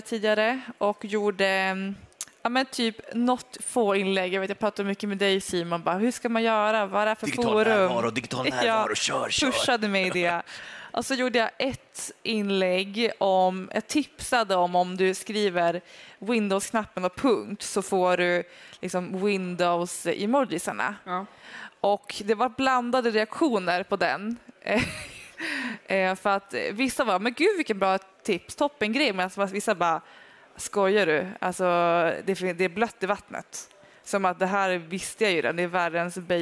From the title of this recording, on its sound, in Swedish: Live från Teamsdagen